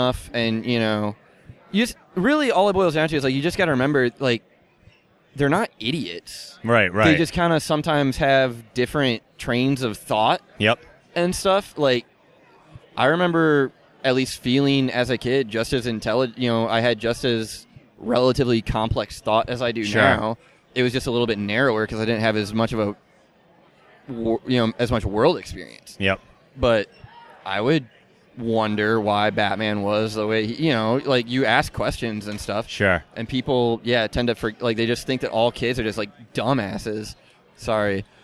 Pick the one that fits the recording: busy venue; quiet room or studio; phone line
busy venue